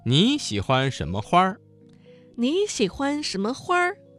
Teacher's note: 花字加了一个卷舌音，变成了儿化音